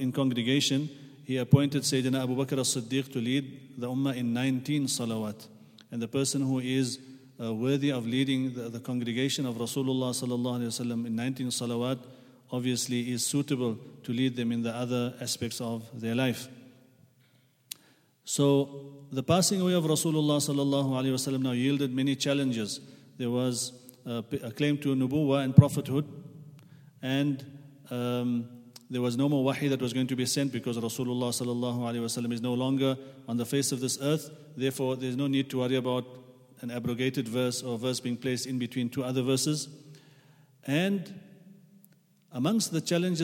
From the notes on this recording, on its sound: at the Houghton Masjid (West Street)